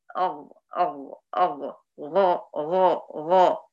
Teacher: ان هو بيطلع من ادنى الحلق وترتفعي باقصى اللسان لانه حرف مستعلي · Term: حرف الغين